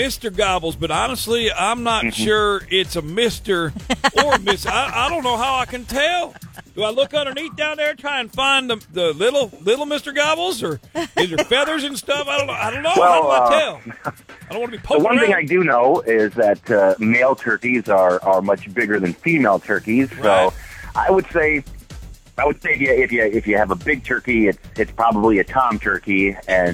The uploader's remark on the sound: Prank Call